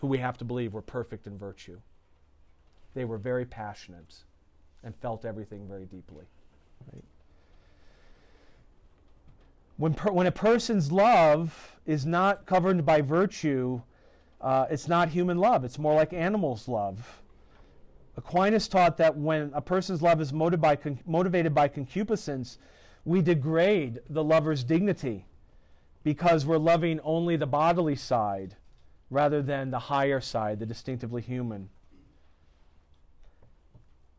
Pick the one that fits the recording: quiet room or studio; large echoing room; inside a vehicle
large echoing room